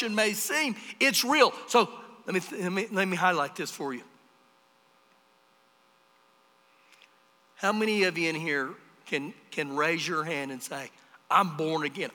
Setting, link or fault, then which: setting, large echoing room